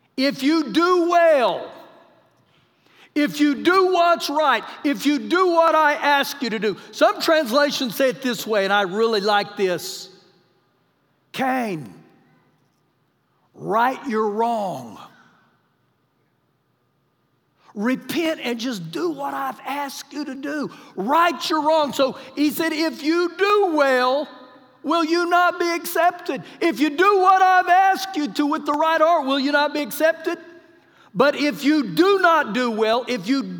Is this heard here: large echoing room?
yes